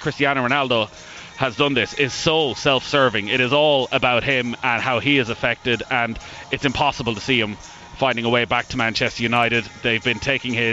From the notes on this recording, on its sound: LIVE from the Aviva Stadium